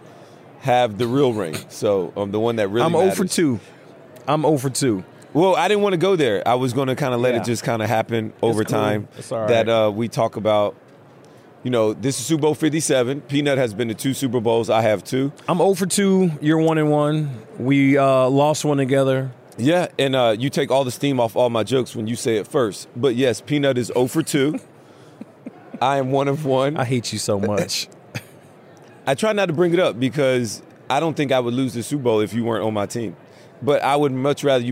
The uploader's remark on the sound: live from radio row for Super Bowl LVII